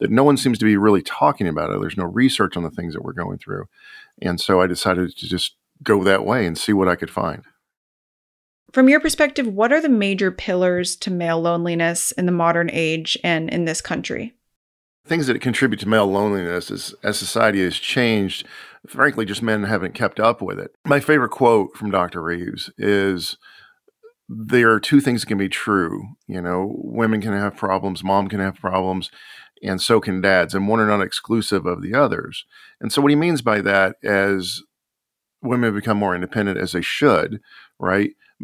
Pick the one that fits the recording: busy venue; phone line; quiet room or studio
quiet room or studio